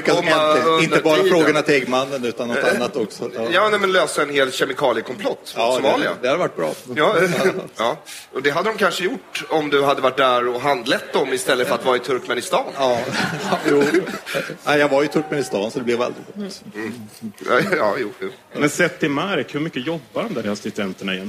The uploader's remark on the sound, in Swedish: Detta avsnitt spelades in live inför publik. På Färgfabriken i Stockholm.